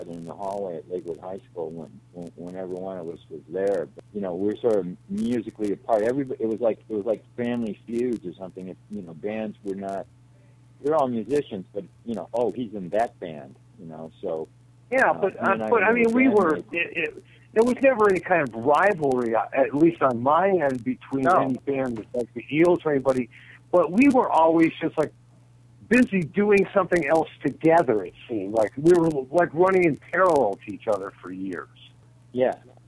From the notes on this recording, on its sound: Join me on the phone.